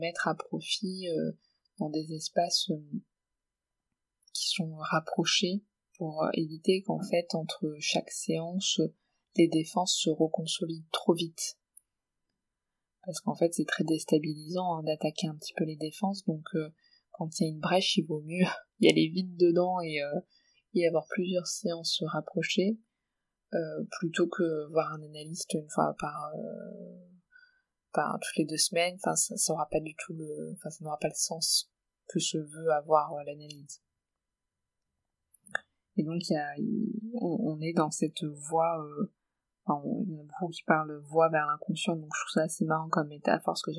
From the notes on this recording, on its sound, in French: la qualité du son n’est peut-être pas optimale